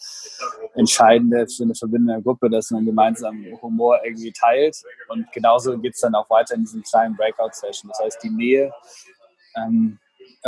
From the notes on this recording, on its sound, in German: Weil das Hotel-WLAN nicht gut genug war, haben wir das Interview in einem Café geführt. Hört Ihr leider ein paar Hintergrundgeräusche.